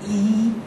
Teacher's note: e is a palatal pressure onto the palate with the middle tongue